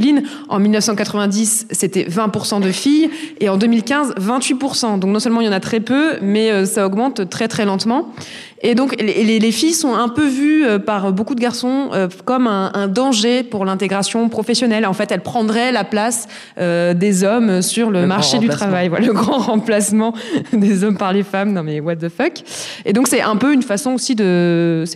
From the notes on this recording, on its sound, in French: En live à Sciences Po Aix. Nous enregistrons en live depuis un amphithéatre de Sciences Po Aix. Cet épisode est un peu spécial car il a donné lieu à une libération de la parole des étudiantes présentes dans la salle.